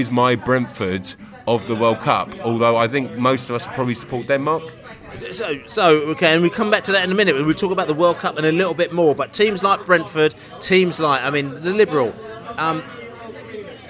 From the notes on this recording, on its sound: Cardiff-City pre-match podcast from the pub.